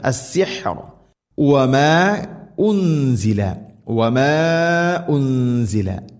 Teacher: السحر وما انزل മദ് മുൻഫസിൽ, മദ്ദിന്റെ അക്ഷരമായ അലിഫിന് ശേഷം ഹംസ അടുത്ത പദത്തിലാണ്, നാലോ അഞ്ചോ ഹർക്കത്തിന്റെ ഖദറിൽ നീട്ടാവുന്ന മദ്.